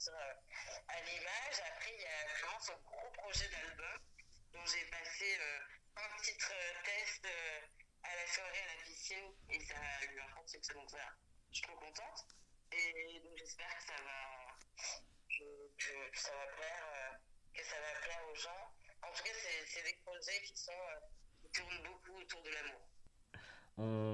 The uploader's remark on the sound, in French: Dans une interview téléphonique avec Pod'Arcès.